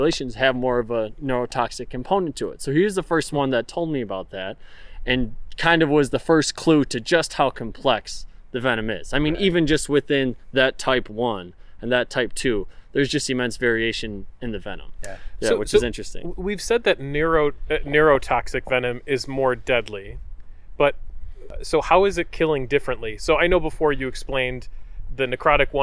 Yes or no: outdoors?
yes